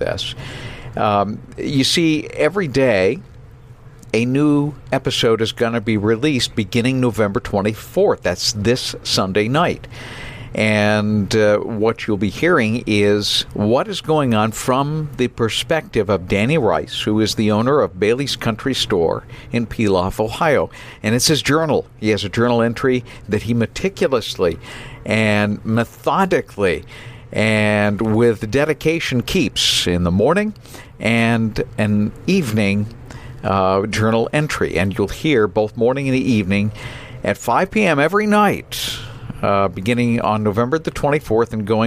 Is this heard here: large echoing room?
no